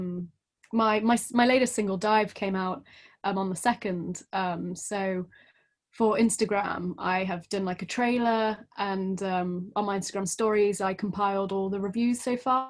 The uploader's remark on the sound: We recorded the conversation over Zoom